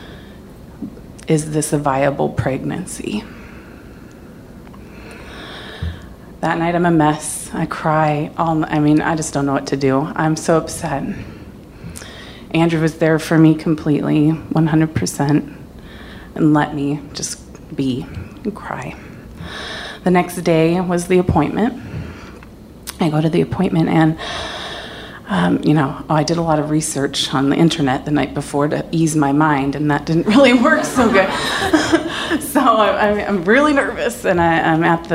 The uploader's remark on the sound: Live From Seattle 2!